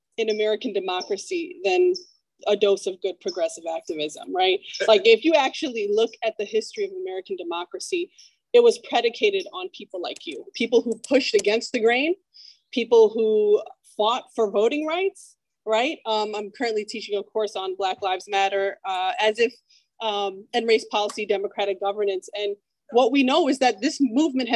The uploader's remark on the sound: On a warm, sunny southern California Day, dozens of local activists gathered to meet and hear brilliant movers and shakers from throughout the nation. The program was zoomed to the Progressive Democrats of America.